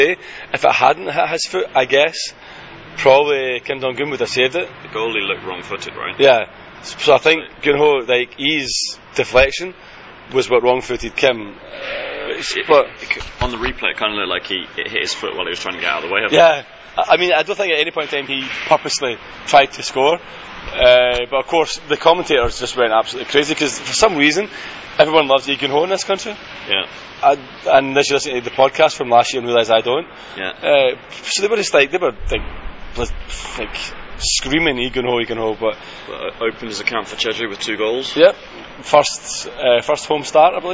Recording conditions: outdoors